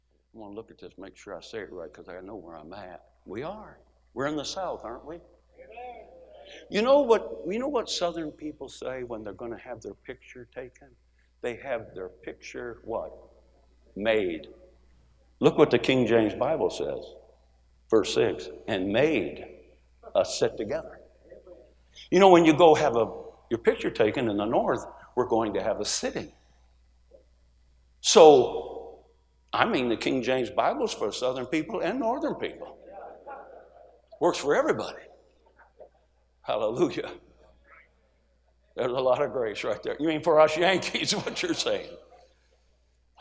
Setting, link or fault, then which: setting, large echoing room